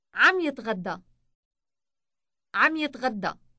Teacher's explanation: Remember that the B sound on the beginning of the verb combines almost completely with the final M sound on the end of the progressive marker